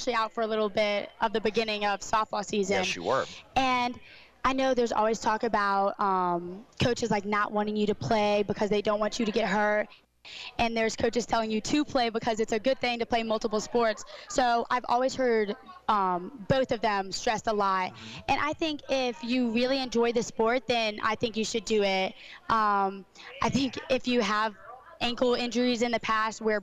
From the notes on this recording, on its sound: live from SportsPage Grille in Ashland